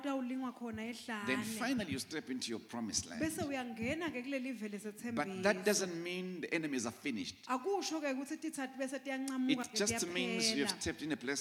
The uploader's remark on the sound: Recorded Live at the Apostolic Hub.